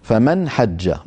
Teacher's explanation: كما نحن معتادون في العاميات. فمن حج، نون ساكنة بعدها حاء، والنون الساكنة أتى بعدها حاء تظهر، فنقول فمن حج على طول، فمن حج، ولا نقول فمن